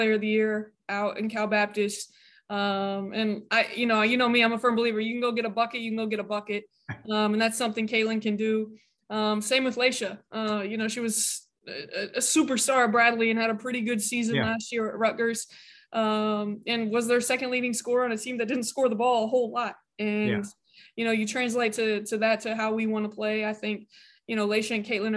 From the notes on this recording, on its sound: Birthday Zoom.